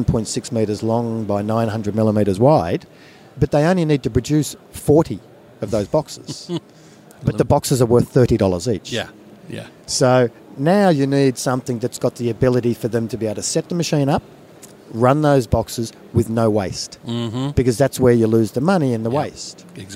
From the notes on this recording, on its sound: Trends & Tech from PacPrint. Incorporating extracts from some of the 34 interviews that Print21 livestreamed from the exhibition floor.